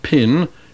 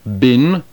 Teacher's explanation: In English, for example, we do have a clear distinction between the initial consonants of the two words pin and bin. The initial consonant of the first word, pin, we call an unvoiced stop. The initial consonant of the second, bin, a voiced stop.